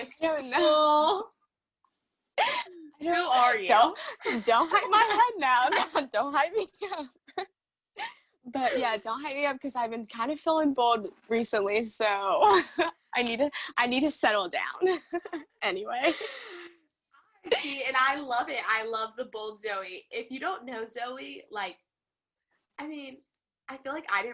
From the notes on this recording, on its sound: Catch up with each other 200 miles apart on their first ever zoom podcast.